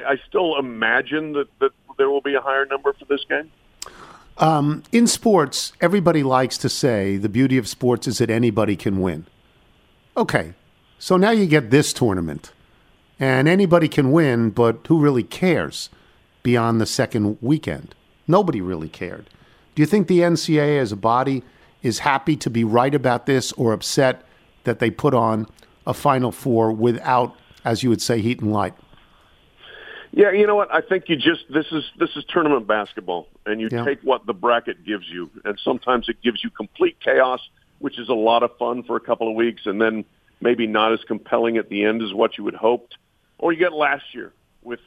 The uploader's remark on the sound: Calls in from Augusta. Phones in from Houston.